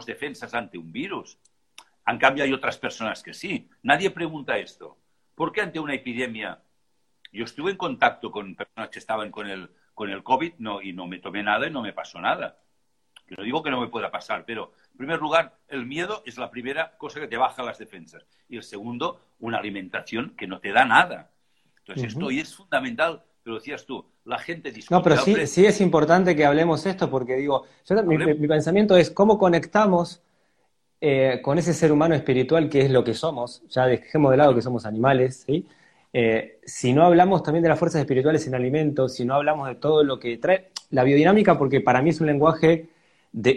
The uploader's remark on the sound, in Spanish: Audio de la charla en vivo por Instagram